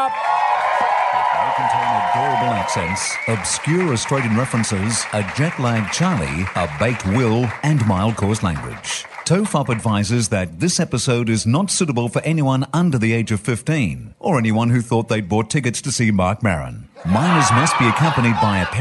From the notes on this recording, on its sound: Recorded in front of a live audience at the LA Podcast Festival 2014.